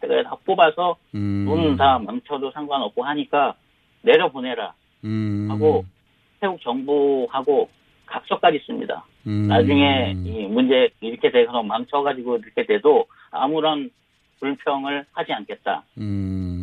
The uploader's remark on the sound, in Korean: 전화연결